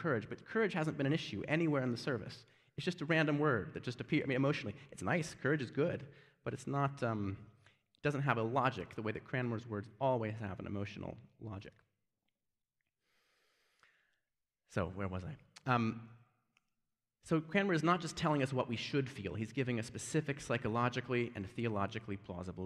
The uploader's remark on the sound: Given at Beeson Divinity School in Birmingham, AL. First annual lecture in Reformation Anglicanism.